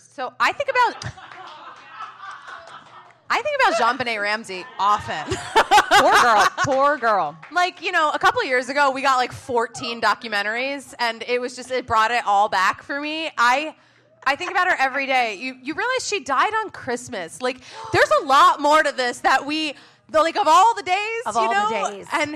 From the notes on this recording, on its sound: Big Wigs Live Show! It's a live show kinda week for the New York Comedy Festival. Thanks again to NYCF, our host Caveat, our segment sponsor Murray's and everyone that came out to the live show and watched the livestream.